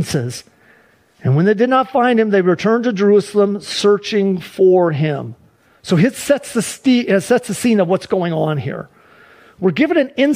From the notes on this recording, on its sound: Sunday church service livestream